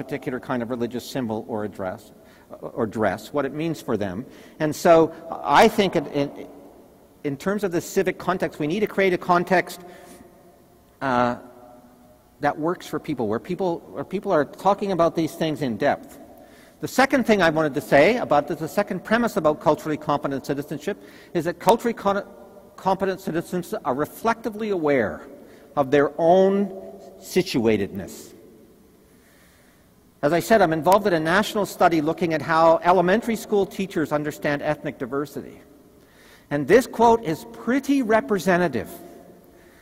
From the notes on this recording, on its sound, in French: Conférence 301 du colloque 2016 de l'AQPC, à Québec.